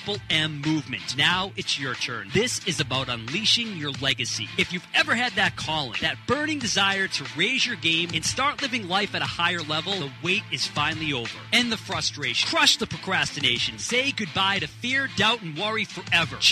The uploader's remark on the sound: We're live on the scene for Two Guys Smoke Shop 27th Anniversary Party!